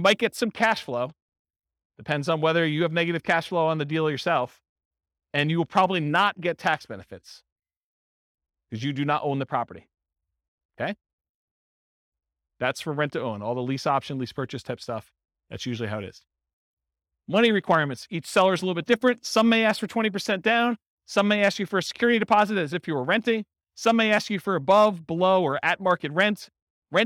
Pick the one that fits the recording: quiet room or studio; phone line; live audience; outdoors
live audience